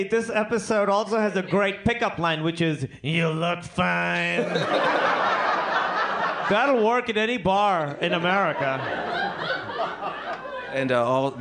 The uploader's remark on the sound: LIVE From Cinefamily!